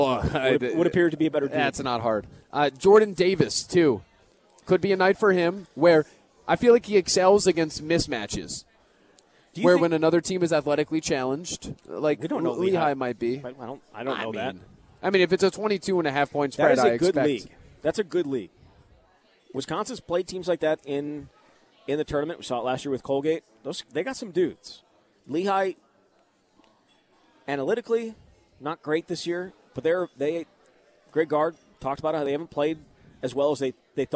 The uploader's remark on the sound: Live at Monk's in Sun Prairie.